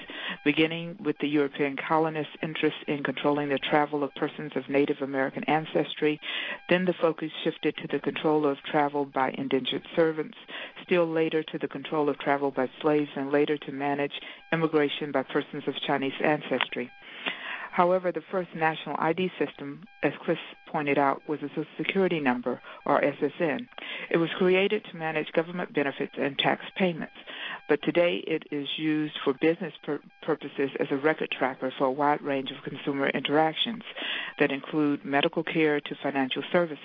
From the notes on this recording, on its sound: Rights Working Group held a conference call with experts